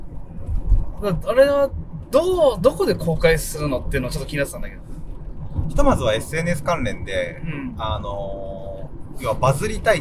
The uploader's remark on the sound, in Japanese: 動画撮影の現場に行って興奮した帰り道に撮ったポッドキャストです。